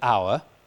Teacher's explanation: this is a word which is pronounced in modern English without the H. It's written with the H, the word hour, but it's never pronounced with the H. · Term: H dropping